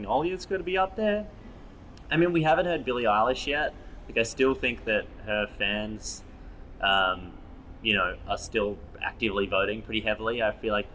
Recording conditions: sounds in the background